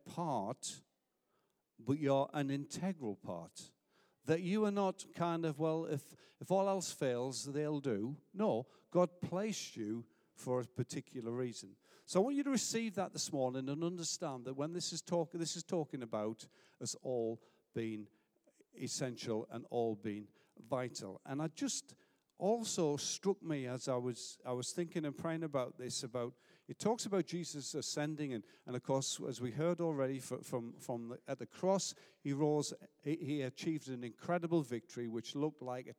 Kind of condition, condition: setting, large echoing room